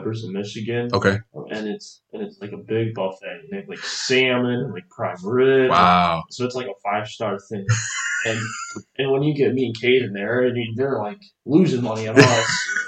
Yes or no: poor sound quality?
yes